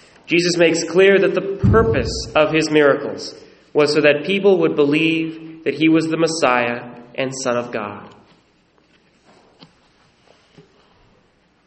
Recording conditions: large echoing room